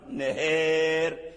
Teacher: فرققت الراء لأجل الإمالة قبلها، لأن الألف من النهار ممال، وأيضا فتحة الهاء أميلت إلى الكسر · Term: ترقيق الراء